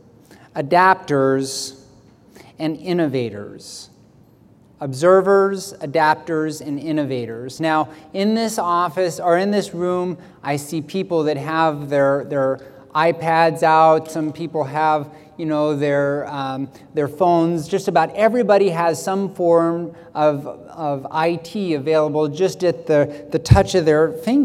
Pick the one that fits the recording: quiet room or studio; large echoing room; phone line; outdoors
large echoing room